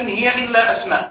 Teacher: فجمعت اسم على أسماء بهمزة مفتوحة واضحة في السمع · Term: ألف قطع